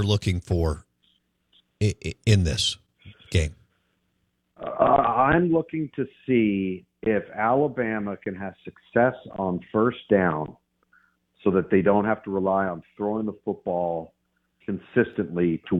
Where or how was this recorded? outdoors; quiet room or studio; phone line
phone line